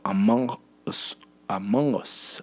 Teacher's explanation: Es un sonido de la N velar, entonces se nos dificulta a nosotros hacer una N velar porque no es propiamente una N que utilizamos para hacer significación dentro del idioma español.